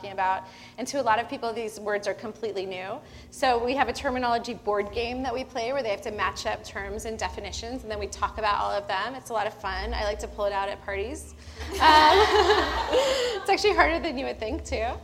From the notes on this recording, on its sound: before a live studio audience